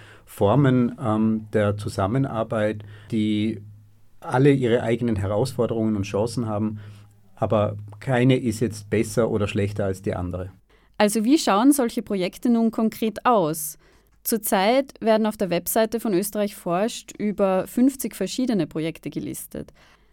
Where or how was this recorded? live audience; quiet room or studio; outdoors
quiet room or studio